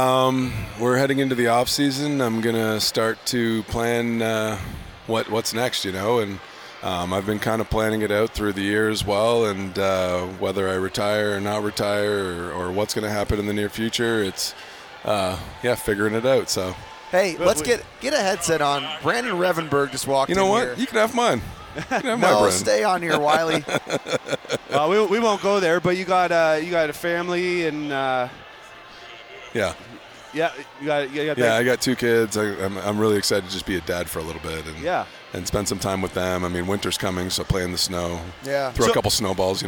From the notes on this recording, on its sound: at the Grey Cup Festival in Hamilton